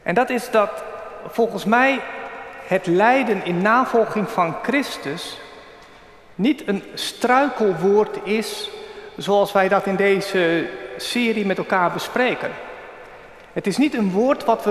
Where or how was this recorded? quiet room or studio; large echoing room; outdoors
large echoing room